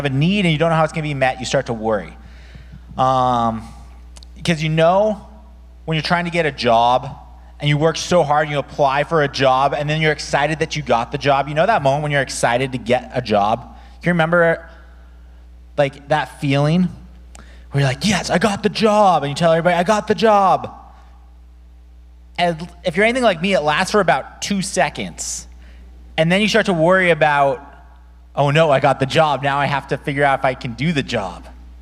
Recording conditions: large echoing room